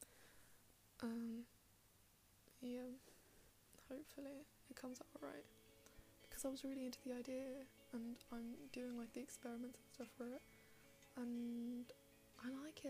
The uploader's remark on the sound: more background noise for you